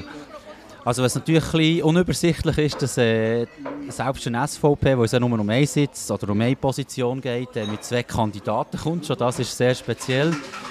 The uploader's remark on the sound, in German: Bern einfach Live aus der Bellevue-Bar